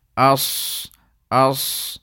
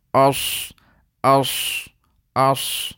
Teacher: the natural way to pronounce this is without any amal of shafatain, without any roll of your lips · Shown in: first take · while pronouncing these letters, any letter which has isti'ala or itbaq, because this mistake is commonly made in the letters of isti'ala and itbaq only.